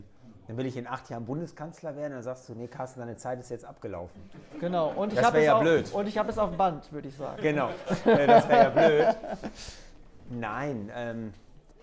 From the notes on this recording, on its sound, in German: Folge von "kommunal konkret" wurde erstmals als Livetalk mit Publikum in der Gaststätte Lerchs aufgezeichnet.